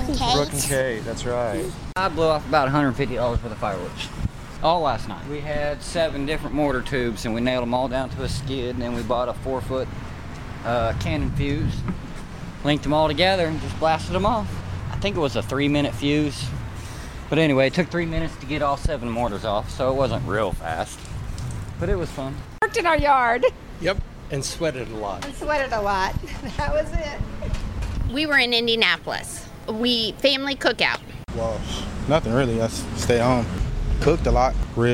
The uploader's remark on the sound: Voices in the Street. Tuesday’s 4th of July holiday boasted splendid weather and the opportunity to watch Bloomington’s annual downtown parade.